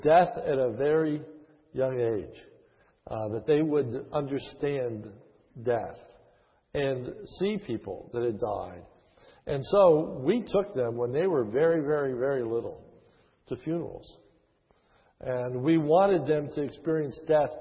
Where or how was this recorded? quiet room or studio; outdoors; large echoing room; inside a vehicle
large echoing room